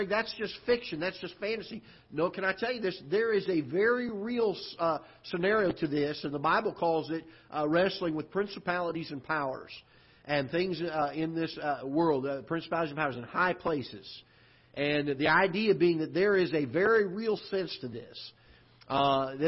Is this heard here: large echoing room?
yes